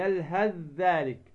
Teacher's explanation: فتدغم الثاء في الذال